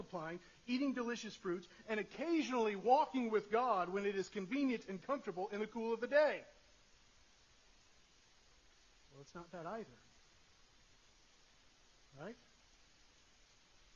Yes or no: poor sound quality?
yes